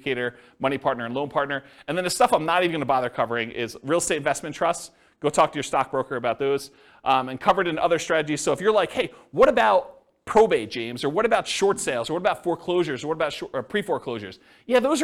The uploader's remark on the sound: This was a live class recorded